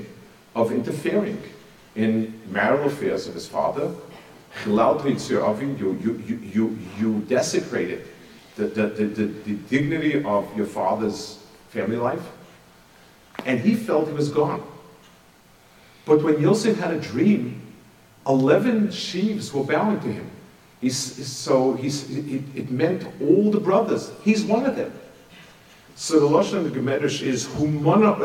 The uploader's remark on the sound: Delivered at a Madraigos event. Delivered at a Madraigos event.